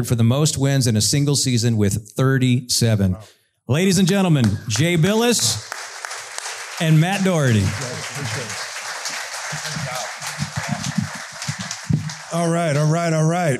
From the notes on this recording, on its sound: A live podcast recording at Community Matters Café near Uptown Charlotte. In front of a live audience.